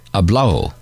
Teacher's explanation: Sometimes the Spanish do not pronounce the ado, so hablado would be said as hablao.